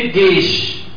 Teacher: وسط اللسان مع ما يحاذيه من حنك الاعلى · Term: حروف شجرية